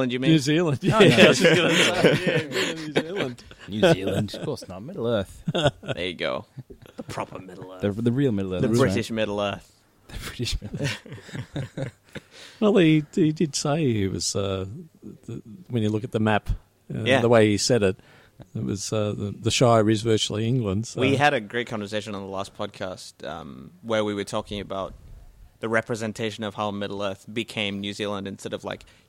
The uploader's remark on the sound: Recorded live at the Brunswick Street Bookstore.